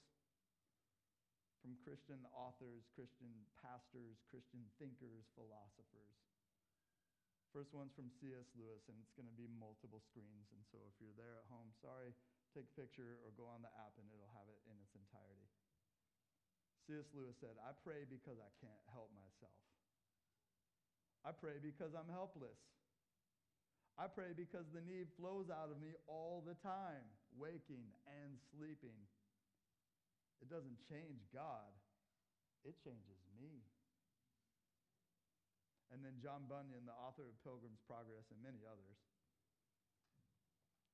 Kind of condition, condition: setting, large echoing room